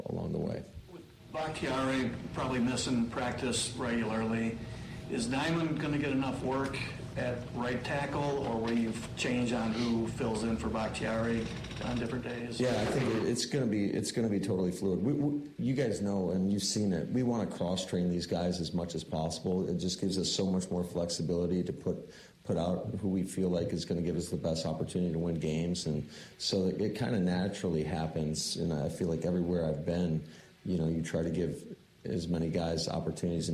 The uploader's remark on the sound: Live at Road America, and had a wild and wet (literally) night.